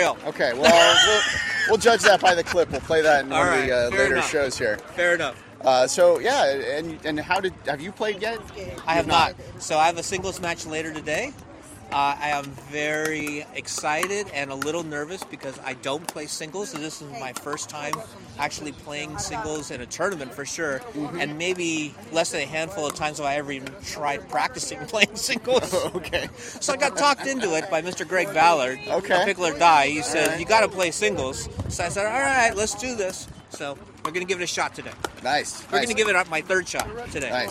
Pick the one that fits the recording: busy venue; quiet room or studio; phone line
busy venue